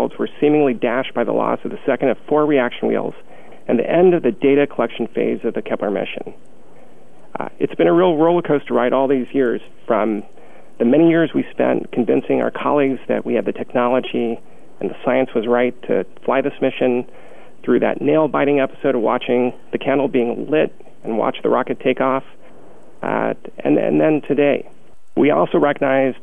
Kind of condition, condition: link, phone line